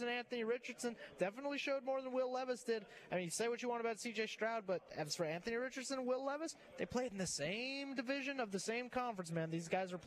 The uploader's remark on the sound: Live at SEC Media Days: Day 1. The Nashville SEC Media Day One!